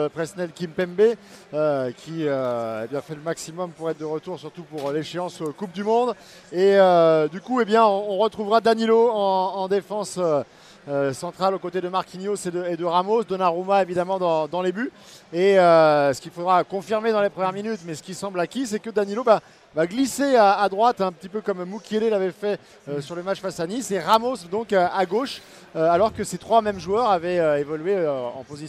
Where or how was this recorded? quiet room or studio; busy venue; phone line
busy venue